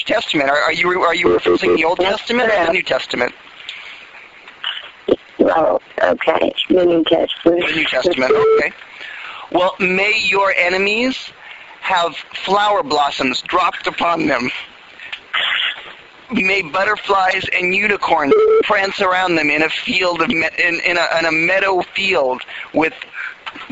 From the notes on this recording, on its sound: Prank Phone Calls